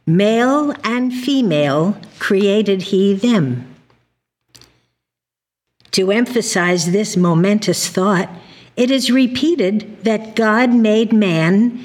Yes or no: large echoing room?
yes